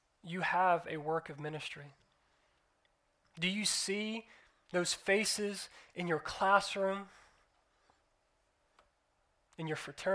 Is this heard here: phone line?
no